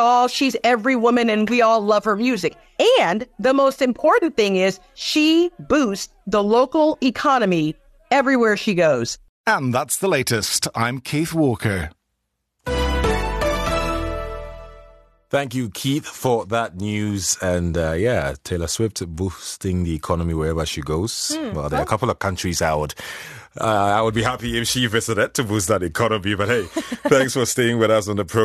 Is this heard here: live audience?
no